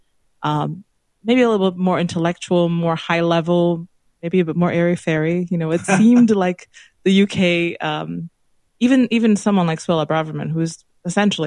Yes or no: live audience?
no